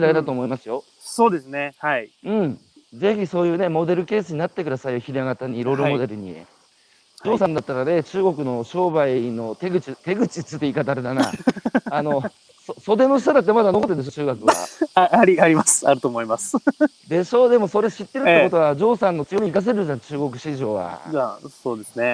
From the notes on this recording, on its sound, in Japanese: 八代海に浮かぶ、鹿児島県最北端の小さな島「獅子島」。歩きながら1時間、対談する。